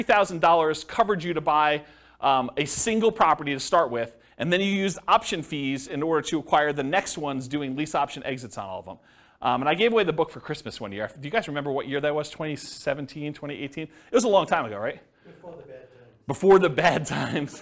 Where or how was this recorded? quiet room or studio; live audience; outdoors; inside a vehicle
live audience